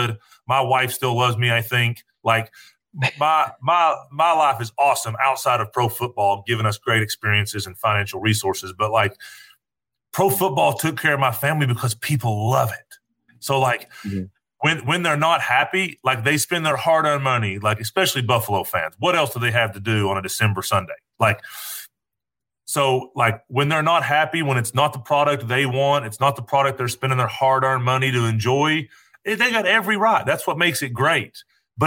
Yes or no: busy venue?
no